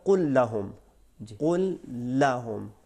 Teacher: ہم نے کہا کہ پہلے پورے طور پہ حرف جو ہے وہ پہلا والا ختم ہو جاتا ہے ادغام تام